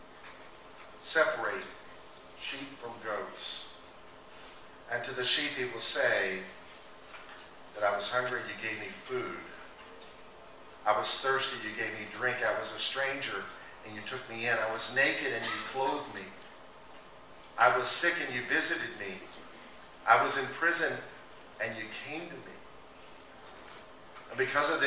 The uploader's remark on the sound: recording of a Lord's Day Service